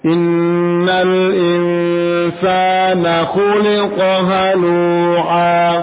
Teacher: Na langsung cepat ke huruf kho. Satu harokat.